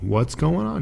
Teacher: we cut off the G at the end of going